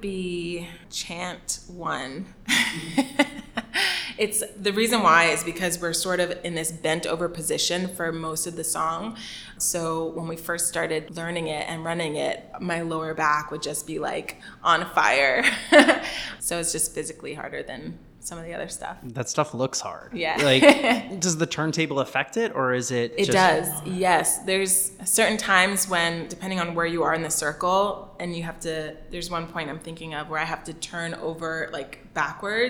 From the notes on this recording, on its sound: We're aware that the audio from this interview is more "echoey" than our typical episode due to our recording location